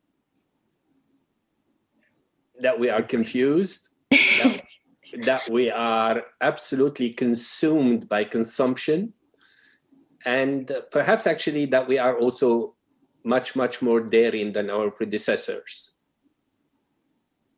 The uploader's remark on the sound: Our long-form interview series, hosted on Zoom. There is a moderated town-hall style Q&A with questions coming from the live virtual audience.